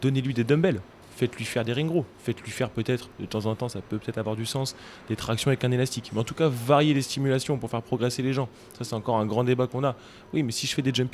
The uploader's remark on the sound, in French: EN direct de CrossFit Louvre III à Paris